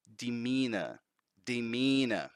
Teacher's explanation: British accent doesn't pronounce the R